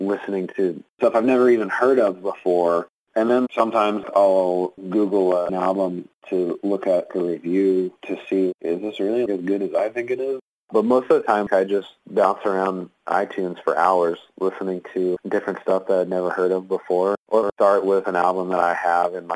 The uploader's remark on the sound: The interview was conducted over the phone.